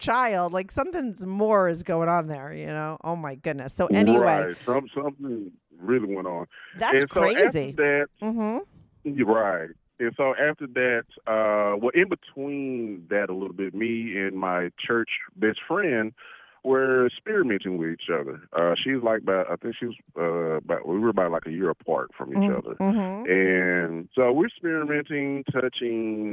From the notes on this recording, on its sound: he called in to talk all about it